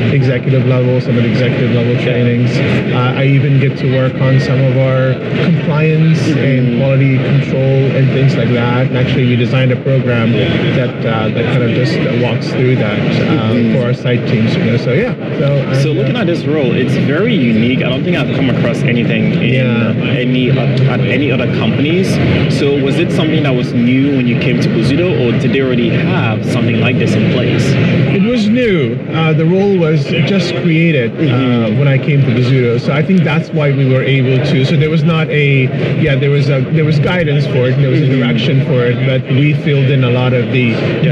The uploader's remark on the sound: LIVE AT NAA